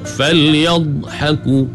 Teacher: فَلْيَضْحَكُوا nak kena angkat lidah rapat ke langit, di tepi ni pula sengit ke beberapa batang gigi geraham di belah kiri ataupun kanan. Makhraj bagi huruf dhak ni, dia memanjang, ada sifat istitalah bagi dhak.